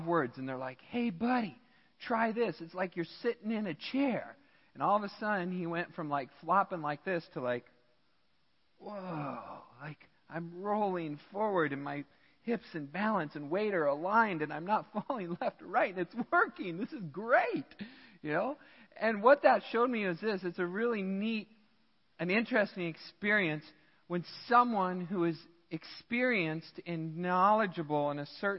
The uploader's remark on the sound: Midland Evangelical Free Church Sermon Audio